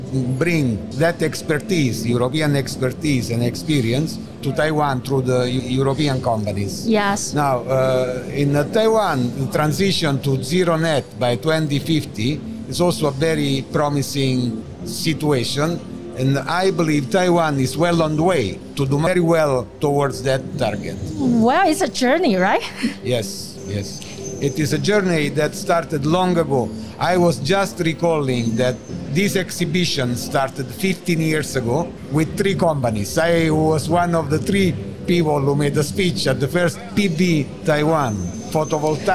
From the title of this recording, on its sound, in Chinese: 2021 Energy Taiwan智慧能源週-Live Podcast